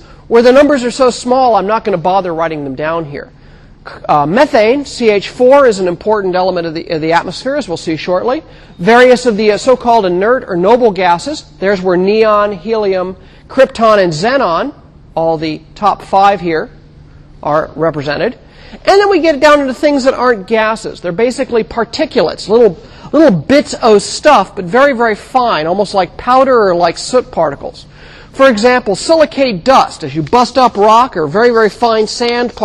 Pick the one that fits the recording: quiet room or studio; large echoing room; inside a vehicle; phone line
large echoing room